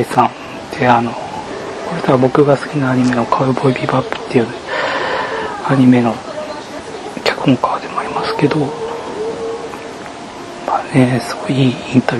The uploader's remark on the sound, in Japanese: 初めてのボイスメモを録音してみた。一人喋りは難しすぎる！